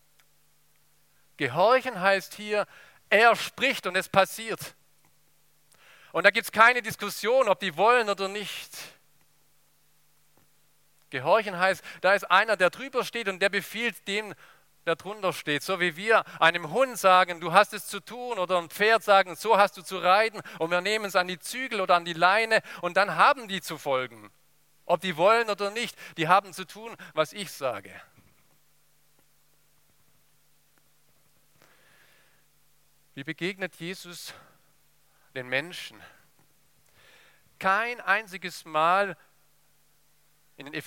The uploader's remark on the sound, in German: aus dem Gottesdienst der Liebenzeller Mission